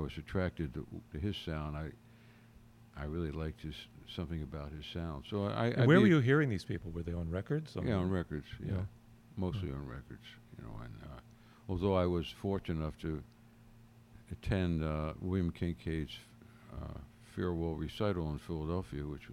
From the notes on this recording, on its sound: The Bar Crawl Radio audio wagon was set up on the grass in front of the stage in the garden. It was a delightful evening in the West Side Community Garden in Manhattan.